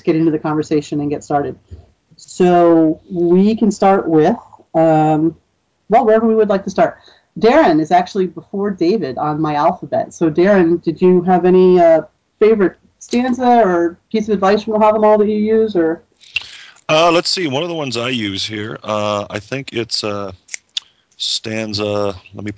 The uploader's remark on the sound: Troth Skype Moot.